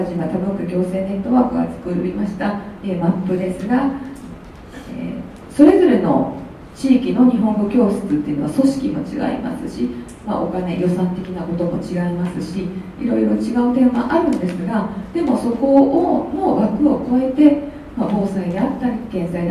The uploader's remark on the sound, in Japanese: 2020年2月1日（土）に舞鶴市西駅交流センターにて開催された京都府北部地域連携都市圏形成推進協議会 生涯学習講座第３回北近畿創生フューチャーセッションの模様を録音でお送り致します。2020年2月1日（土）に舞鶴市西駅交流センターにて開催された京都府北部地域連携都市圏形成推進協議会 生涯学習講座第３回北近畿創生フューチャーセッションの模様を録音でお送り致します。参加者全員で未来志向の対話をします。